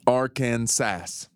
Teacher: You cannot say the last S. It has to be silent.